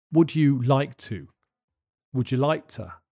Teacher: The K in like is often replaced by a glottal stop.